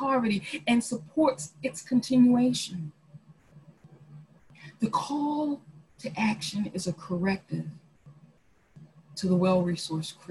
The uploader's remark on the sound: Our zoom streamed service